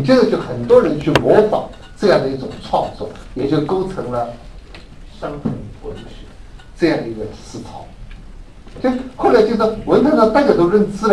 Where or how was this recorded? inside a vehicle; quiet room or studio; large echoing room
large echoing room